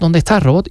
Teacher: en occitano, que es la lengua original de esta zona, la consonante final se pronuncia